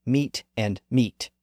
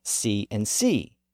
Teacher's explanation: These word pairs were once pronounced differently, but the vowels crashed together and merged